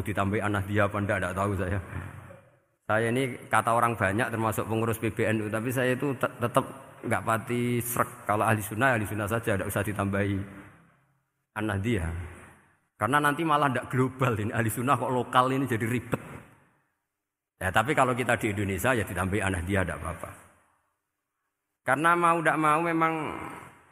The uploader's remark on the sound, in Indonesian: Darusan Umum Pengajian Pitulasan Masjid Al-Aqsa Menara Kudus, 18 Mei 2020